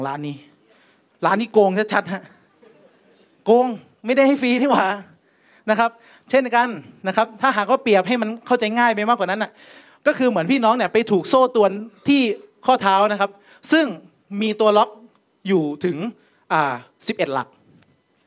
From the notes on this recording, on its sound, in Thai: เทปบันทึกงาน Assabiqoon Islamic Forum ครั้งที่ 1